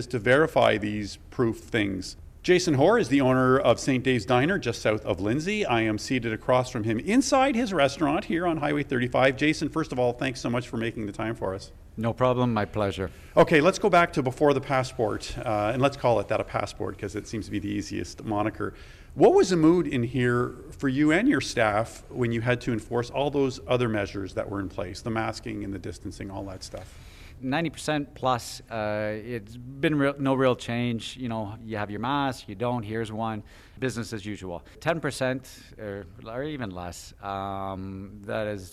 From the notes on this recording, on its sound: Bobcaygeon marked the first National Day for Truth and Reconciliation with a special ceremony. We bring you some of the voices and sounds from this important event.